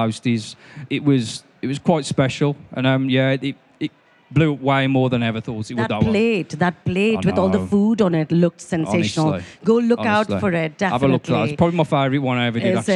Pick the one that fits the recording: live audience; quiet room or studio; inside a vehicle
live audience